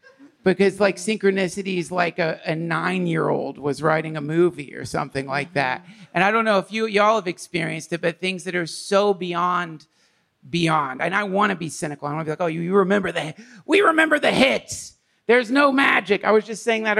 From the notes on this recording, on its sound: Live from the 13th Annual “Open Your Heart in Paradise” Retreat